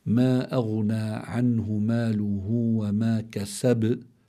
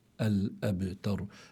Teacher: يعني قوة الباء مثلا في قوله تعالى: ما أغنى عنه ماله وما كسب، لأنه أنا وقفت عليها وفيها قلقلة، بتكون القلقلة هنا أقوى من القلقلة في قوله تعالى الأبتر، لأنها في وسط الكلمة